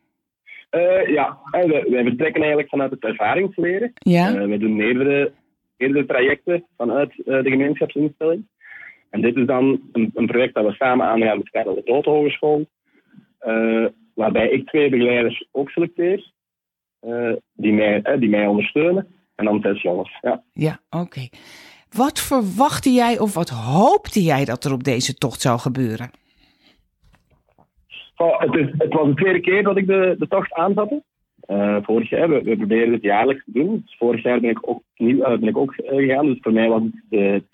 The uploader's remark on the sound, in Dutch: Jammer genoeg was de telefoonverbinding erg slecht op de dag van opname. Ik heb natuurlijk opnieuw gebeld, maar het bleef slecht - wellicht door atmosferische omstandigheden...